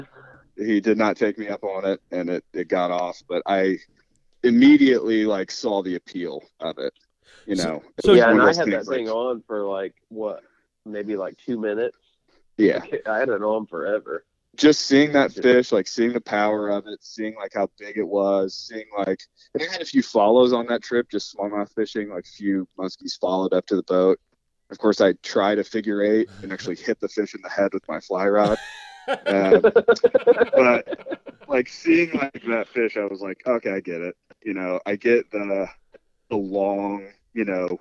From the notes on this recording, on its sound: The smallie talk podcast dudes call. We had some computer issues that dropped us out halfway through the interview.